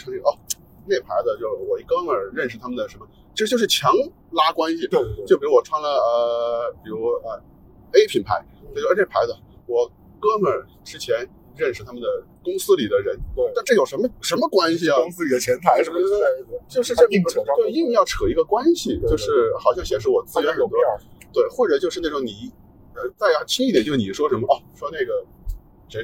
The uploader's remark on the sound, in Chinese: 本期为户外录音，音质不佳敬请谅解。